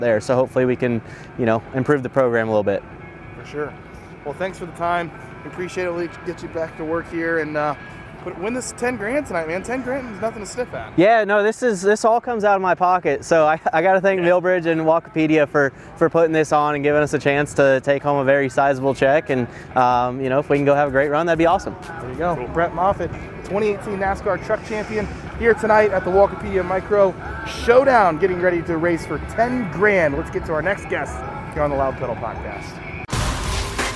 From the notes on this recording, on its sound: Live from Millbridge Speedway ahead of a $10,000 to win micro race in Charlotte.